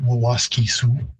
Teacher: The pronunciation in Cree, again, varies at the final from Siu, S-I-W as I would spell it, but you definitely get that I-W sort of merging to more of a Su sound